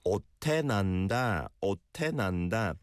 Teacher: the shiot bachim kind of makes it into an almost T-sounding ending, like in English. And then the te, it also sounds similar to a T.